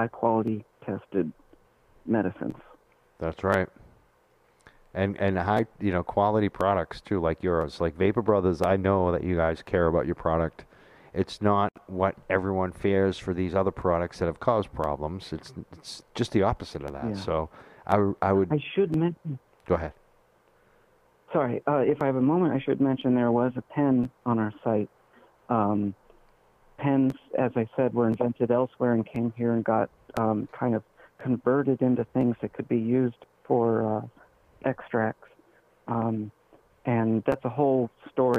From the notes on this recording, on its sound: Phone call.